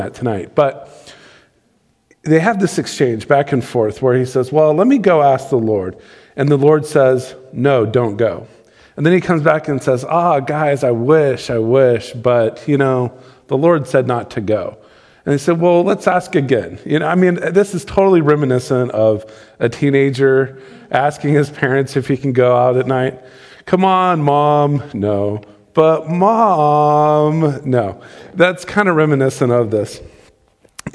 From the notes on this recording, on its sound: Recorded live on December 27, 2020.